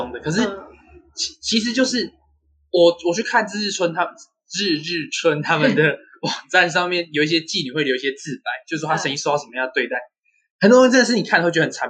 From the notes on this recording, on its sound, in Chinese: 下期品質會提升的(收音品質也會的